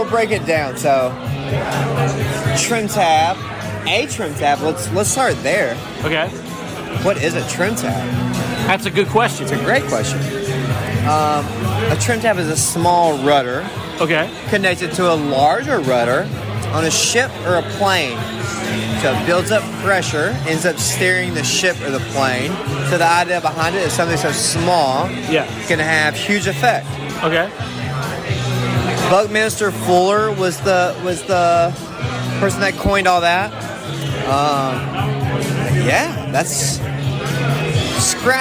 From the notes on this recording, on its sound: for their South Louisiana release pint night at Mid City Beer Garden in Baton Rouge